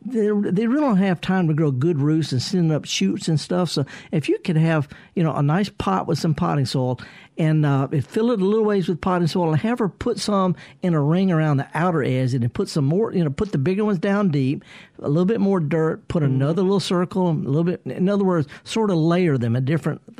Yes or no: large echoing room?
no